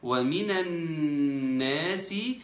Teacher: اللام بتاعة الناس لا تنطق لأنها لام شمسية. ومينا بنتقل من النون المفتوحة بتاعة مينا إلى النون المشددة بتاعة الناس. · نون حرف غنة مشدد بيغني بمقدار 2 حركات